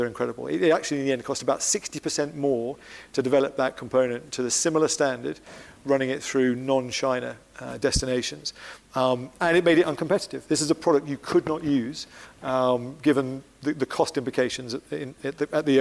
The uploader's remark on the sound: This episode was recorded live in front of an audience at the Brilliant Minds Showcase in London.